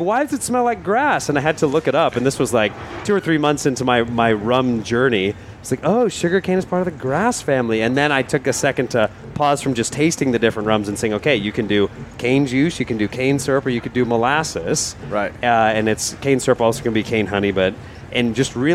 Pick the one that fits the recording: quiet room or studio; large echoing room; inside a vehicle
inside a vehicle